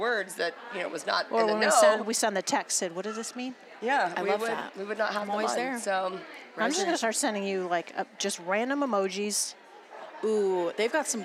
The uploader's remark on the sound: Sit down live from YWLS.